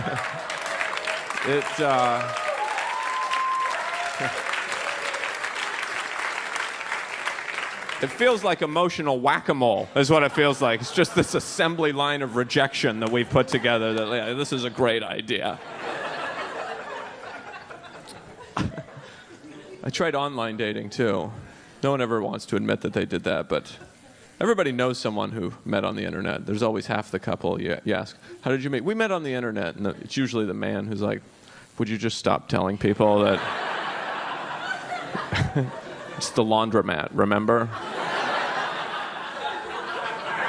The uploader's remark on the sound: New York's Finest Stand Up Comedy Gotham Comedy Live